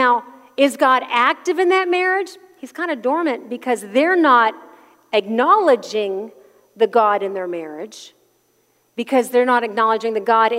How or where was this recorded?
large echoing room